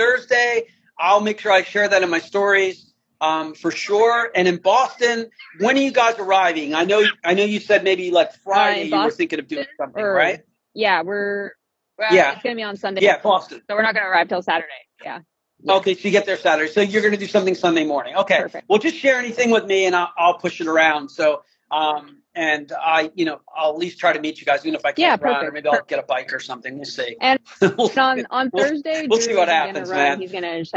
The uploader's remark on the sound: This conversation is from an IG live I hosted.